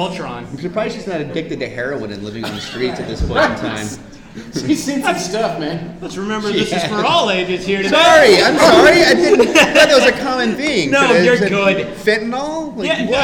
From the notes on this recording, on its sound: Our first panel at Phoenix Comic Fest 2018.